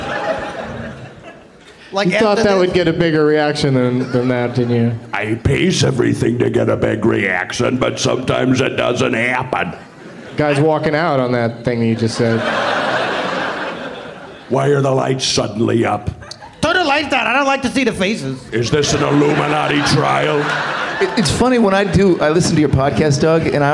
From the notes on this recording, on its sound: Live from the Bumbershoot Festival in Seattle, WA